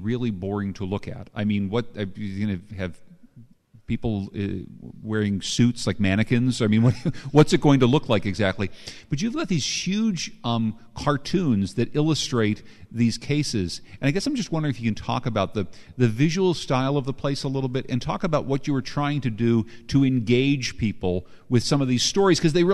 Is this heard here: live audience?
yes